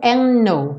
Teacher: o D saiu, and no. Eu juntei os dois N's.